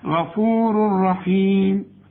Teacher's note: ما دام في تنون وبعد راء الراء ما تغنش